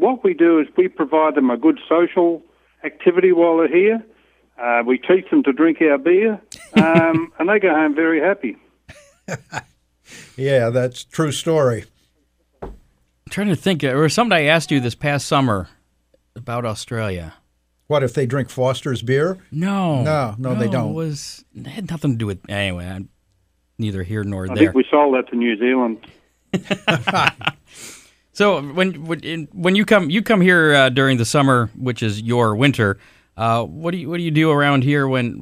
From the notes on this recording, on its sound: called in from Australia